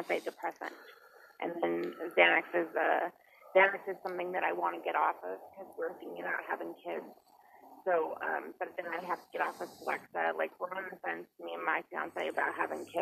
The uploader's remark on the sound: You will have to forgive the sound on some of the calls it's just how it goes.